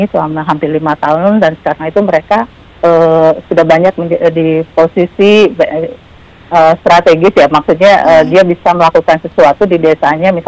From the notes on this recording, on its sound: by Phone